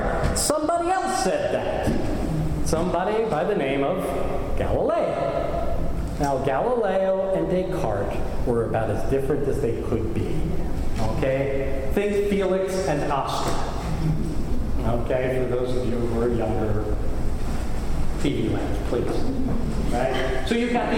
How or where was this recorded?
large echoing room